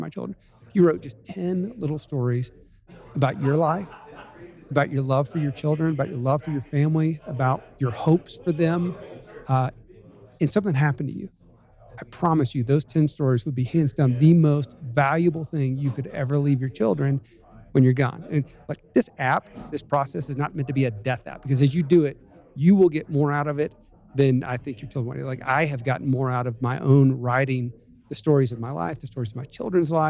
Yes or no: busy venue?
yes